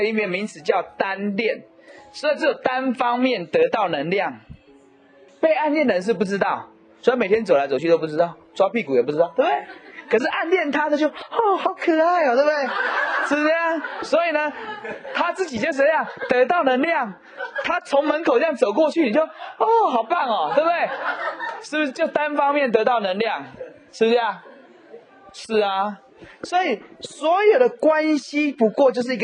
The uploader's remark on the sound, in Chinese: 20年前現場演講